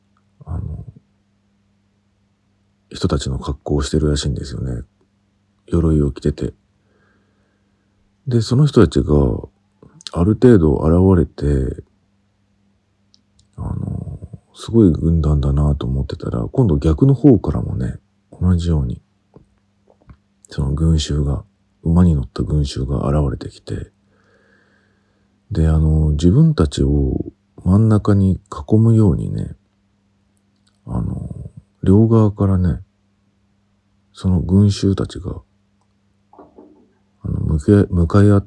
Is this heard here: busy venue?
no